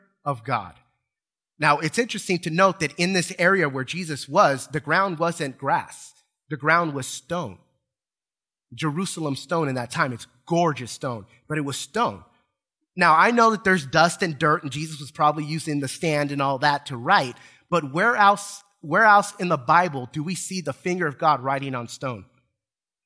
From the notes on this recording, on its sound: Recorded from South Gate Fellowship in Duncanville, TX on Sunday, January 30, 2022.